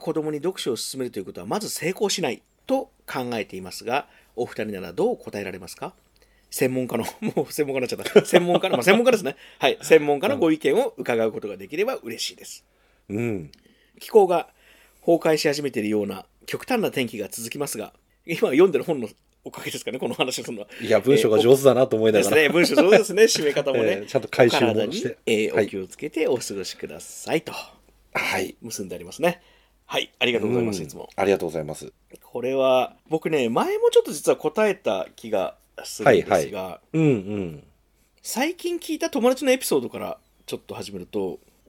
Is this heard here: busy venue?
no